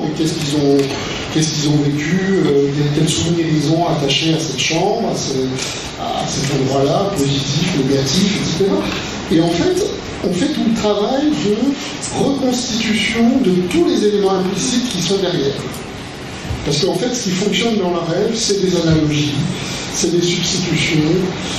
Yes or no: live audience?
yes